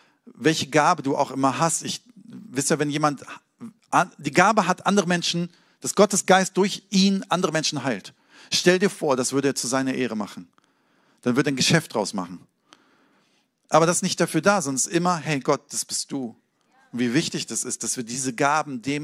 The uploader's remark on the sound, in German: Sonntagspredigt aus dem Standort Bochum.